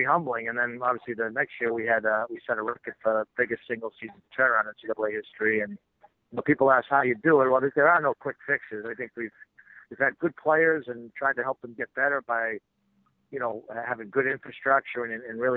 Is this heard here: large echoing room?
no